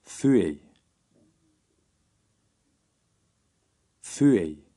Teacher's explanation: Note that the beginning of the word is stressed.